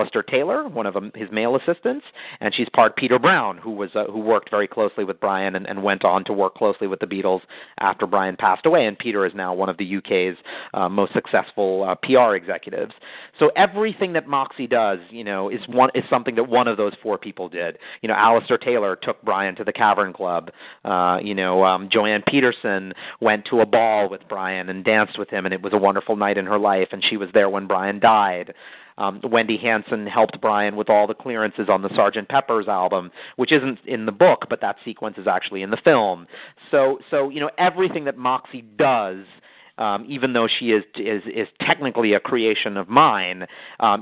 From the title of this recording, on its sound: Call in Question and Answer Session